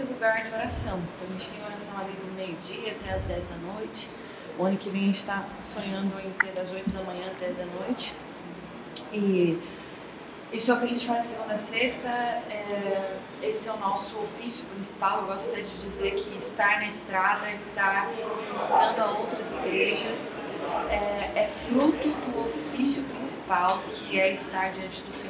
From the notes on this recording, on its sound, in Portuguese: dessa vez estivemos com a comunidade da Igreja Relevans na Relevans Conference 2023